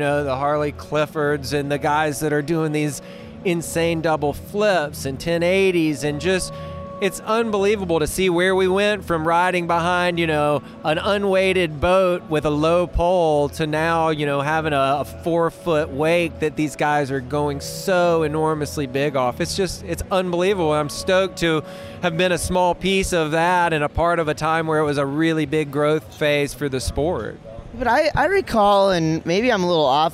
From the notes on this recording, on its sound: Recorded at the 2017 Wakeboarding Hall of Fame Induction Ceremony.